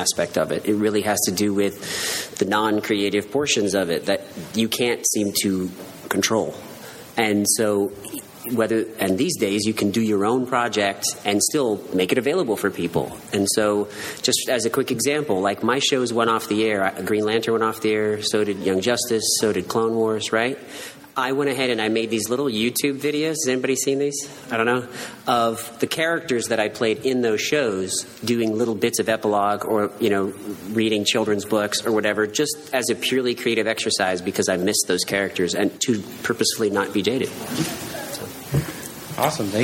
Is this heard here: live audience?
yes